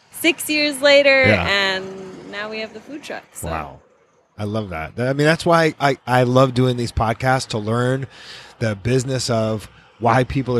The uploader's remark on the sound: right outside the food truck